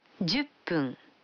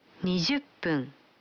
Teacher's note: когда фун добавляется к 10, дю, то произносится пун